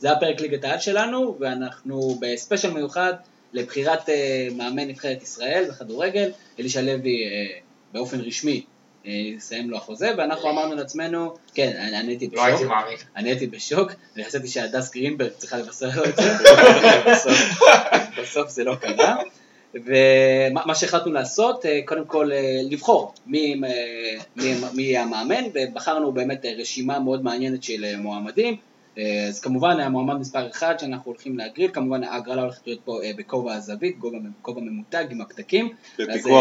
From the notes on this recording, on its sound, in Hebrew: האחראי סאונד הקבוע של הפודקאסט נעדר אז תסלחו לנו על הירידה החד פעמית באיכות הסאונד.